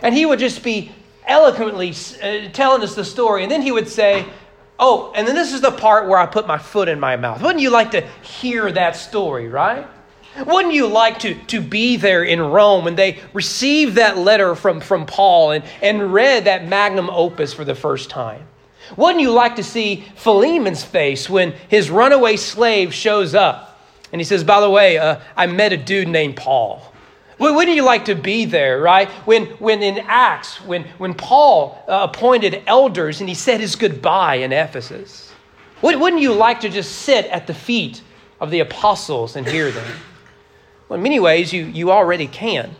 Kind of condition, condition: setting, large echoing room